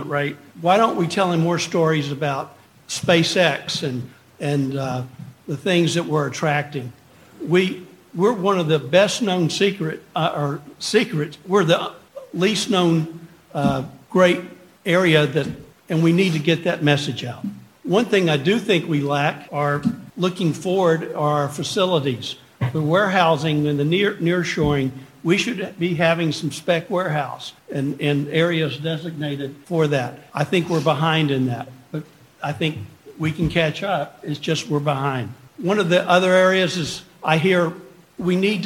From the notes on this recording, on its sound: MCALLEN, Texas. One of the panelists at the “CEOs Unite - Let’s Get Uncomfortable” summit. The event was hosted by Hidalgo County Prosperity Task Force and Futuro RGV.